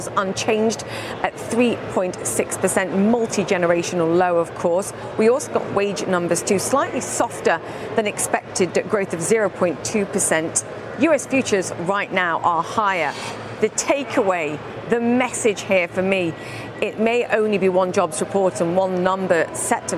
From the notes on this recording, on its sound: live from the New York Stock Exchange